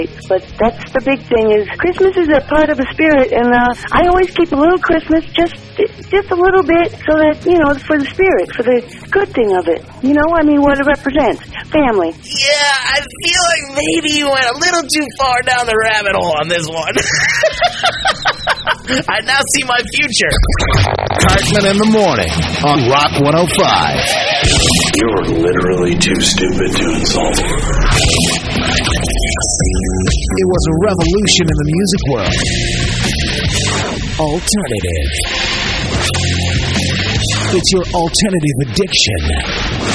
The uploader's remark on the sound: I opened up the phone lines